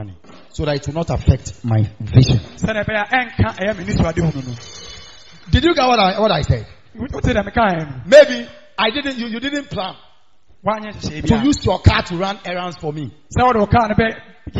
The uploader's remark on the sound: Preached On Sunday At The Miracle Arena